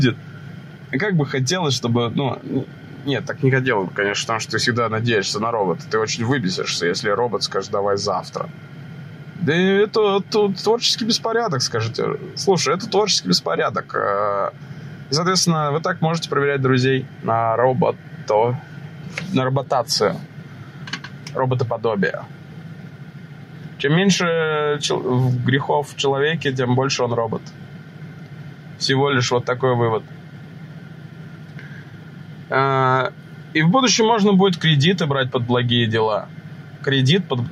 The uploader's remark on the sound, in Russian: Подкаст в машине по дороге на запись #этоподкаст. Извините за качество аудио, записывал на телефон в машине.